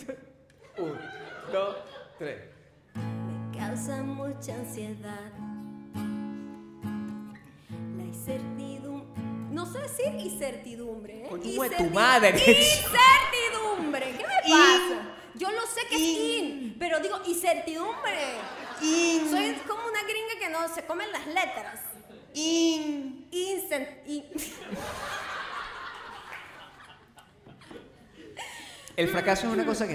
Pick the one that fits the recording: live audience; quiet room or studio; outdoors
live audience